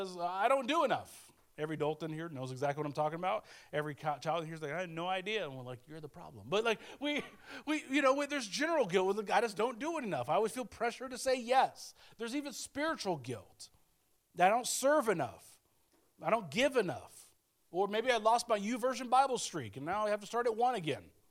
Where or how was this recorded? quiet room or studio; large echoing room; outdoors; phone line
large echoing room